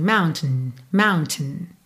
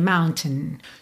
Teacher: Muitas vezes do T já vai pro N